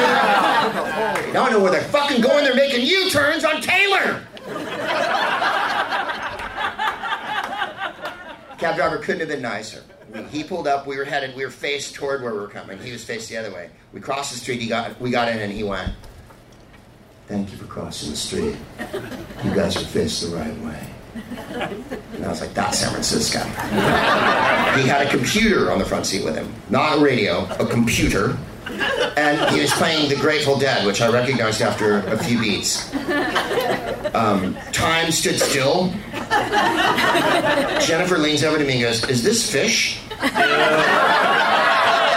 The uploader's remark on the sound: Live from the Punchline in San Francisco